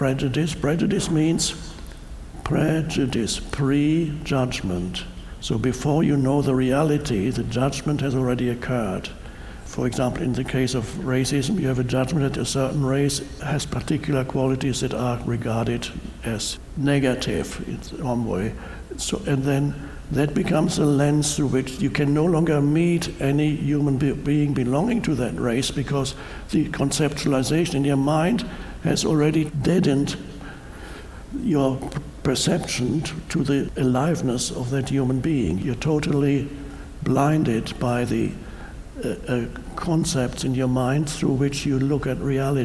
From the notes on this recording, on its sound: Talks to a live audience.